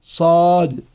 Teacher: والصاد حرف قوي لأنه حرف مطبق مستعلن فيه صفير وهو مهموس، فيجب على القارئ أن يلفظ بها أي الصاد مفخمة كما يلفظ بها عند تقطيع الحروف، تقول أليف الباء التاء، تقول الصاد صاد، إذا قلت نون صاد.